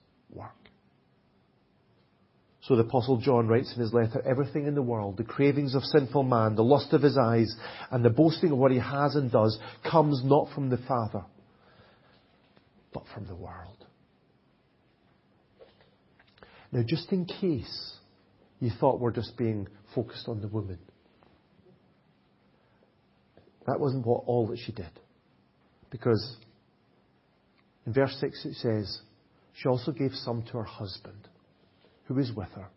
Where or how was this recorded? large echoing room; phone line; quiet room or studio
large echoing room